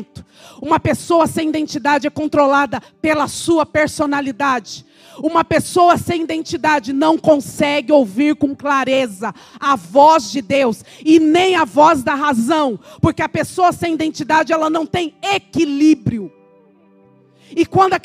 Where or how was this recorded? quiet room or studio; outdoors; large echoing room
large echoing room